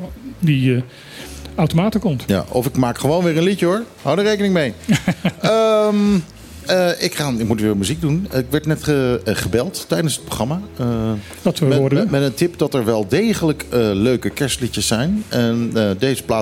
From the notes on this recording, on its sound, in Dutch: In het radioprogramma dat elke zaterdag middag live vanuit club Trocadero wordt uitgezonden.